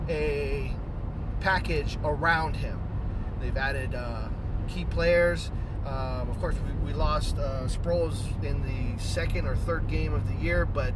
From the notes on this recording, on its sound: took a drive in the car so decided to record an episode